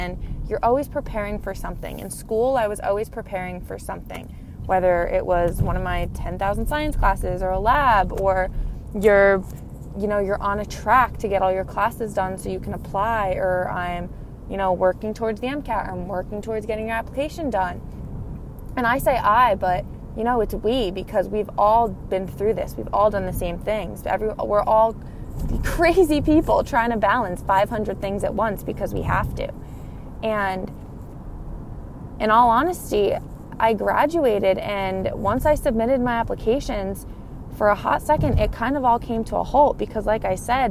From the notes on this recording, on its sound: I recorded in the car while on my way home from work (sorry for the weird audio)